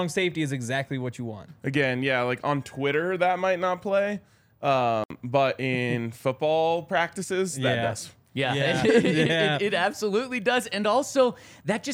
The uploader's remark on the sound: coming to you LIVE from the DNVR Bar